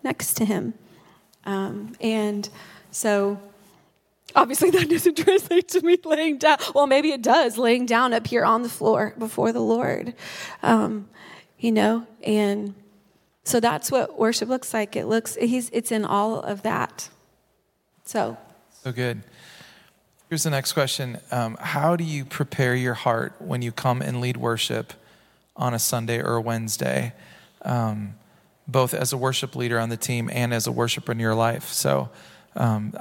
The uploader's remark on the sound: Recorded at Hope Church in Springfield, MO.